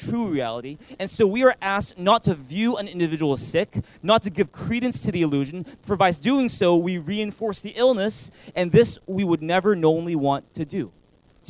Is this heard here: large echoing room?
yes